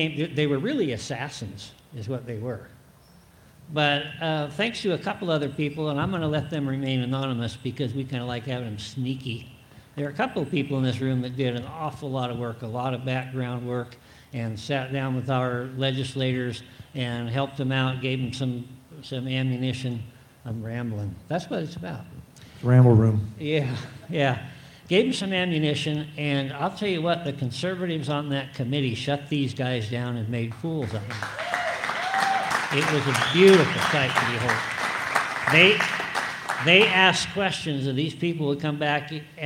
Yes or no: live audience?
yes